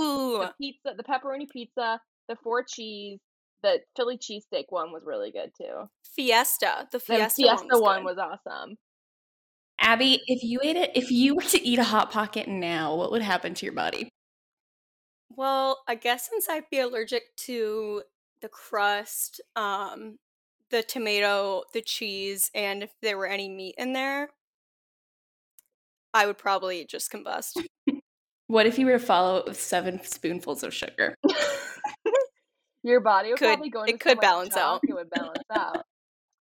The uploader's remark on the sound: (Test Episode - Poor Audio).